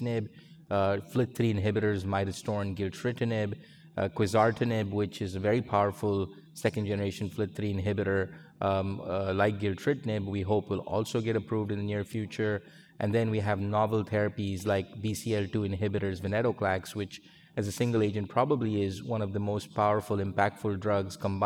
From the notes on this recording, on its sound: based on a recording at the 2023 USCAP Annual Meeting